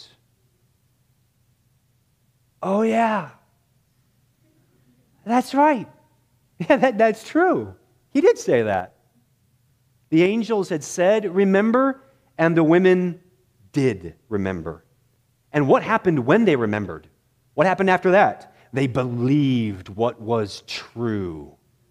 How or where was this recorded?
large echoing room